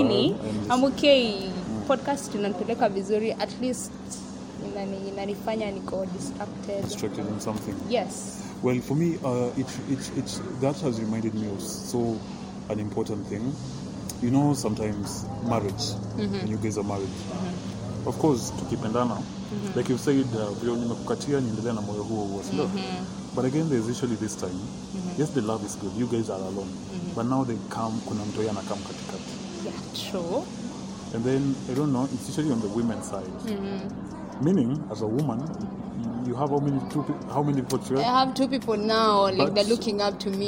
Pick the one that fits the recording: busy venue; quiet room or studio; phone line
busy venue